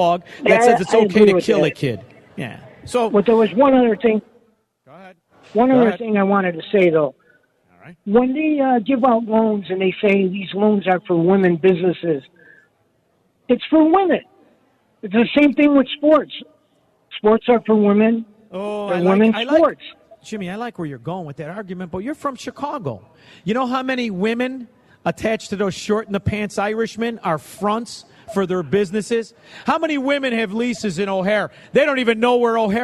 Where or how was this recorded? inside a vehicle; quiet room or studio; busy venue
busy venue